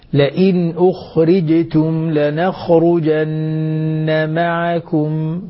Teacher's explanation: انتبهي للخاء لأن خاصة أنها جاءت بعد ضمة، انتبهي للرخاوة التي فيها حتى لا تخرج مقلقلة. لئن أخرجتم لنخرجن معكم.